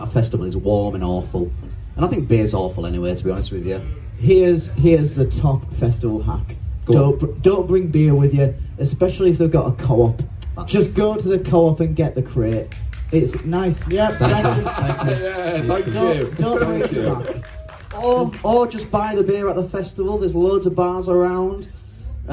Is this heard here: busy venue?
yes